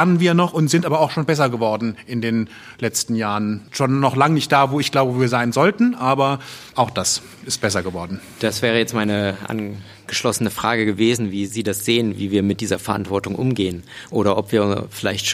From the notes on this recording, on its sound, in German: Aufgenommen im Foyer des Kulturpalastes in Dresden.